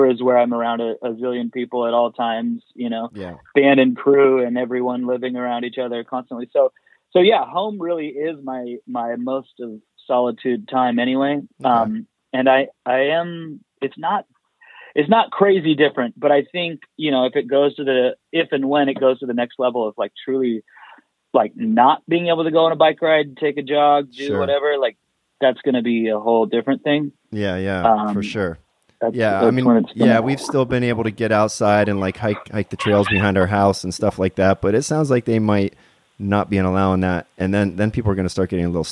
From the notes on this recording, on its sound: Is live in studio (actually, on the phone, ya know, coronavirus and all...)